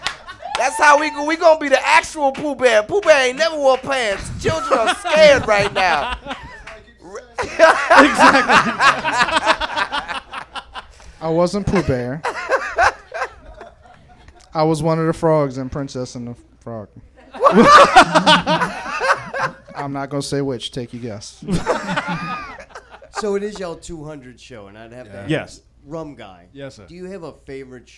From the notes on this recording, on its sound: This episode was recorded live at Babylon Sports Bar in front of a live audience.